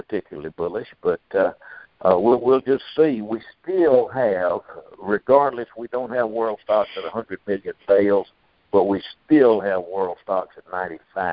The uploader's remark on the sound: Monthly Conference Call On Cotton.